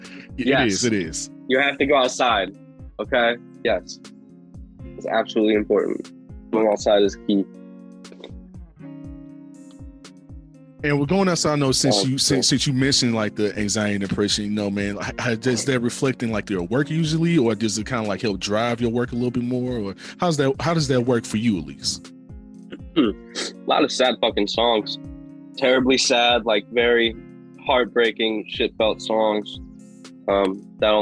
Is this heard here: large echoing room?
no